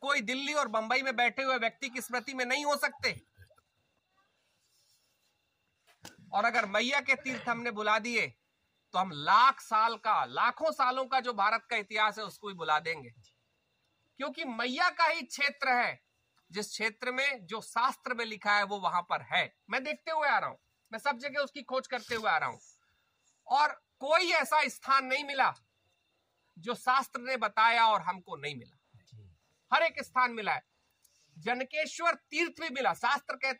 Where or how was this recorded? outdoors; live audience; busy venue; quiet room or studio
outdoors